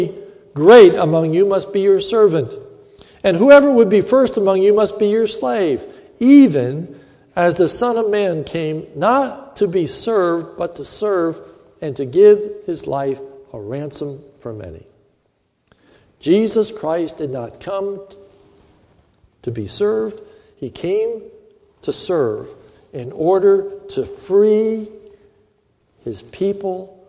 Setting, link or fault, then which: setting, large echoing room